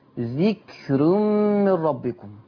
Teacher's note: الراء المرققة هنا لأن عندي الراء مضمومة وعندي الذال مكسورة، بين الراء وبين الذال كاف، حرف ساكن، من الحرف الساكن ده الكاف.